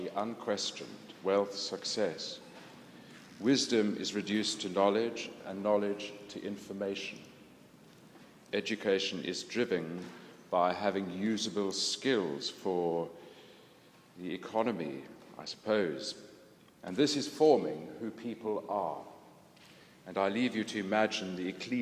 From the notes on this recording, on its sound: This was recorded at the London Centre for Spirituality in London and at the Church of St Mary Woolnoth in the City of London in Monday 16th May 2011.